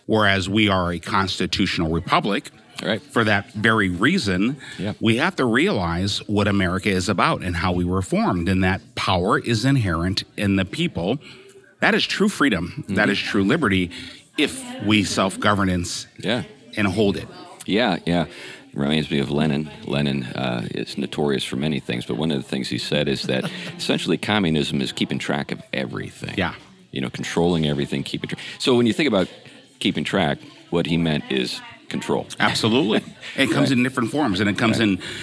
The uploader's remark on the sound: they're at one of their favorite places, Old Town Burger in Battle Ground, Washington